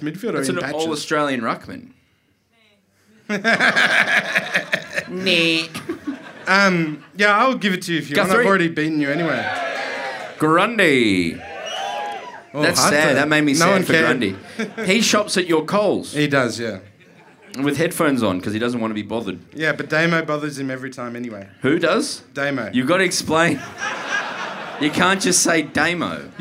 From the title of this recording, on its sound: Live From The Corner Hotel Melbourne